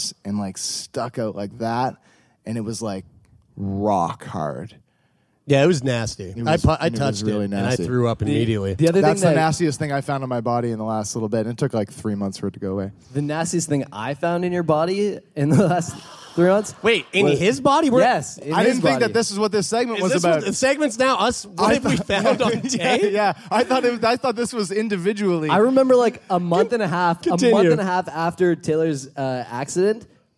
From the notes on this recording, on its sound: in front of a live audience at the Rio Theatre in Vancouver!